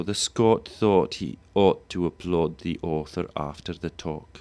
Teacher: Now, here we have a merge of lot and thought.